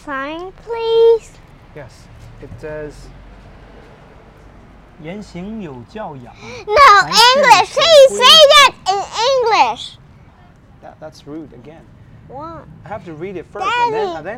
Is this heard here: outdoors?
yes